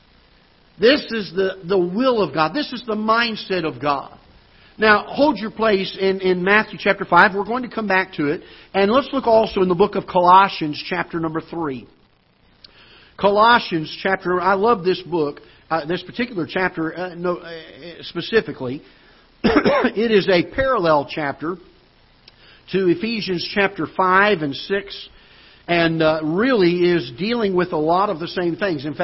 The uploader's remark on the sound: Ketha Heights Baptist Church ~ Live Broadcast